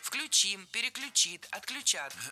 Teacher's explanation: в глаголах с корнем ключ. Ударение на этот самый корень никогда не падает.